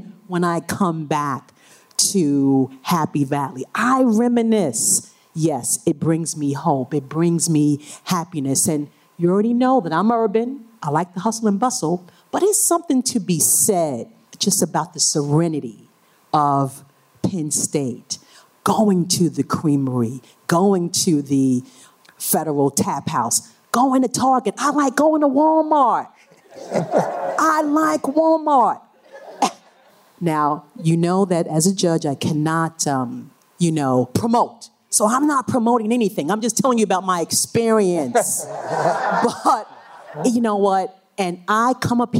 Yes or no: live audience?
yes